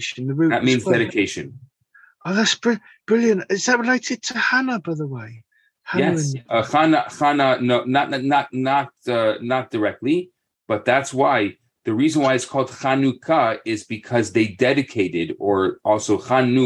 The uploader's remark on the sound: Thursday Morning Class. On ZOOM.